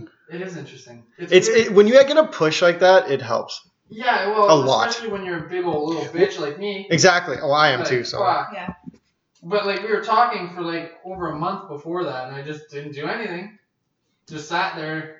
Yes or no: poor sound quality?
yes